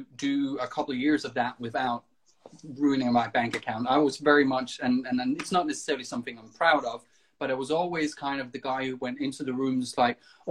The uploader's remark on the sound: Recorded on 1 August 2020 on Instagram Live